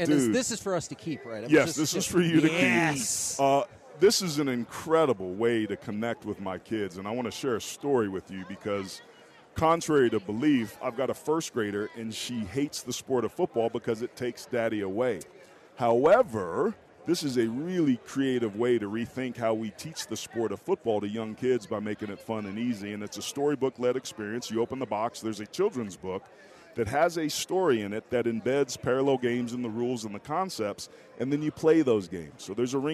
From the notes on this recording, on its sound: LIVE from Radio Row in Las Vegas!